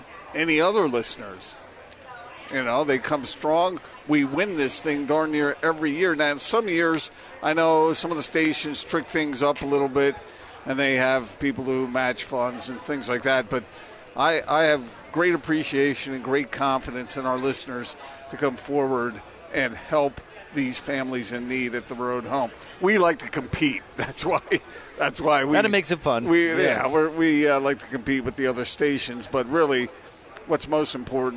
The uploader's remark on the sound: LIVE at The Road Home mediathon